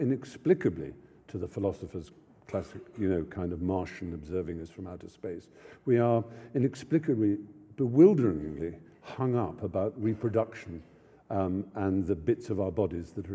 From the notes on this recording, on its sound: lecture at the University followed by Q&A